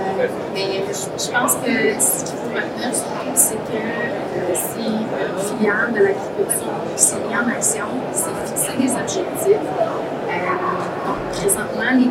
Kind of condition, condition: fault, poor sound quality